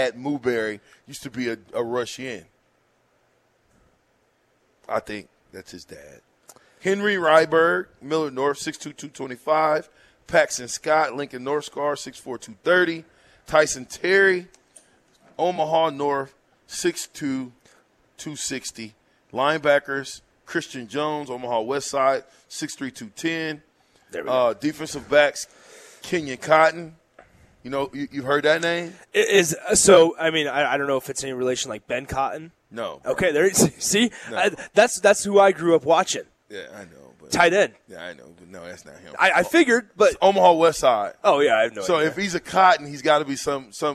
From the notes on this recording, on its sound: Live from Wingstop